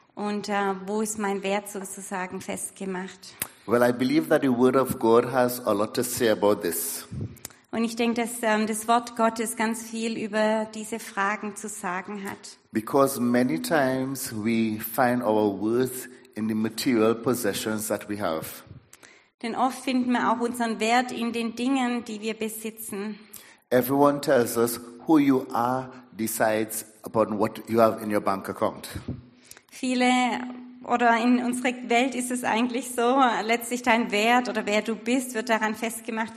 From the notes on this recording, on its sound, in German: Predigt der Sueddeutschen Gemeinschaft Ditzingen.